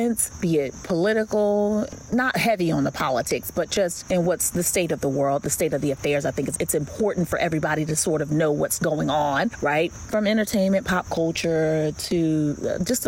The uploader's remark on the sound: Here I am...getting started, spontaneously, while sitting in my mother's backyard, after my morning devotional, with birds chirping, and only the voice memo on my phone to record.